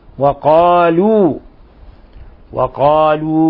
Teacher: مثلا قالوا هذا له مد، يمد مقدار حركتين فقط، ما بيصيرش أجي أقرأ قالوا قالوا وقالوا، لا، لابد أن نثبت الواو. · Term: مد طبيعي